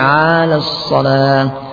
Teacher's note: Memanjangkan ain sehingga menjadi 'alas salah. Hayya 'alas salah.